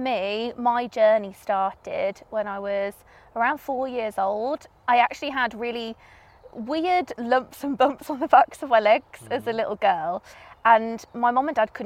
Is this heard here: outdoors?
yes